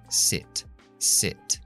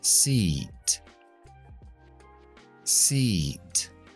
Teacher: La I larga es I, I. Tienes que tener la lengua alta y adelantada para la I larga. · Shown in: second take